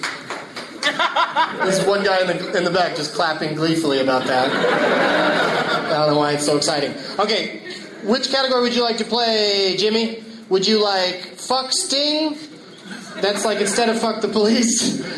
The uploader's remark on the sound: audience members at Hyenas Comedy Club in Dallas, TX